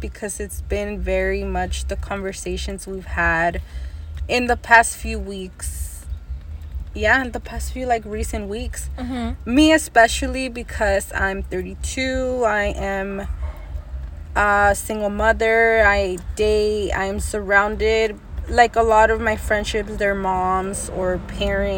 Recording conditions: sounds in the background